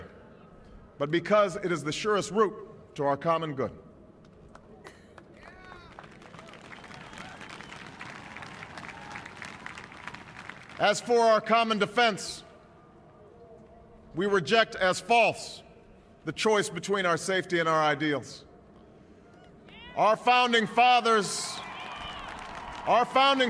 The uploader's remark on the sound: At the West Front of the United States Capitol in Washington, D. The 56th inauguration, which set a record attendance for any event held in the city.